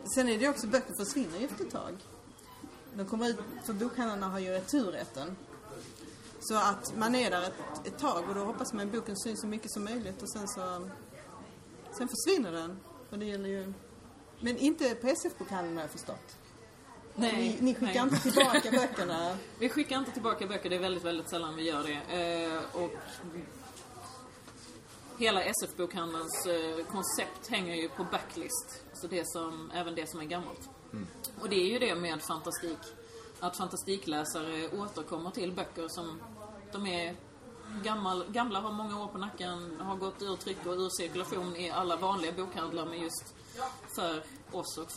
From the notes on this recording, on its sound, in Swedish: Det var bokmässa i Göteborg i september 2014. Lämnade mässgolvets sorl för att träffas och spela in Fantastisk Podd LIVE på SF-bokhandeln i Göteborg.